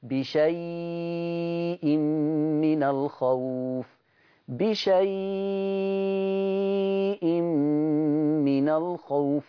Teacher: يمد بشيء اربع حركات او ست حركات